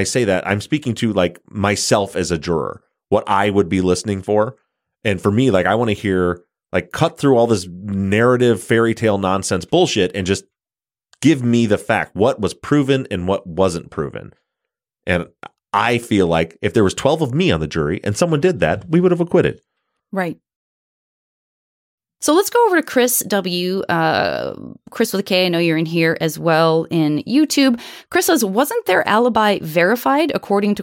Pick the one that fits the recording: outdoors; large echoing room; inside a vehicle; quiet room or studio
quiet room or studio